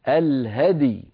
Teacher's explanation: هذه من الكلمات الصعبة جدا عند الوقف عليها، لأنه يجتمع في النطق ساكنان، الهدي هكذا، الهدي، نسكن الدال ونقلقلها ثم نسكن الياء